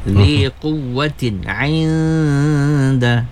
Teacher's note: Zi quwwatin inda, nun sabdu, nun bertemu dengan dal, apa namanya ini, ikhfa ya, kena baca dengan ghunnah ya